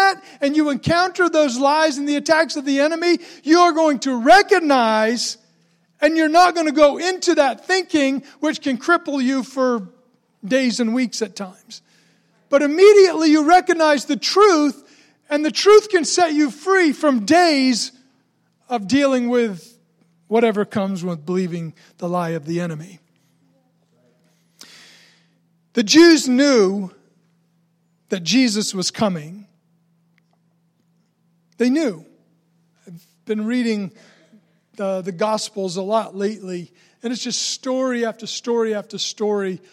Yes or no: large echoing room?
yes